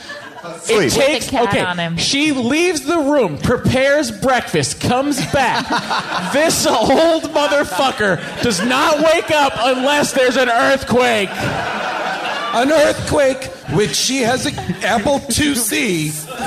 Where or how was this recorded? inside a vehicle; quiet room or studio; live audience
live audience